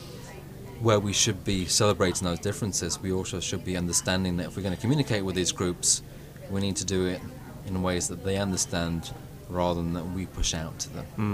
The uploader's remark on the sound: Podcasting live from the World PR Forum 2016 in Toronto